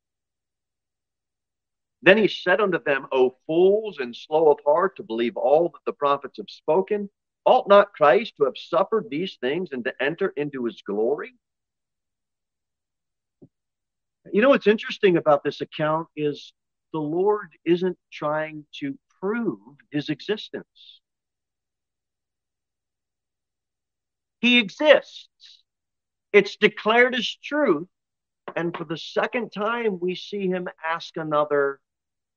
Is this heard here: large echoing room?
yes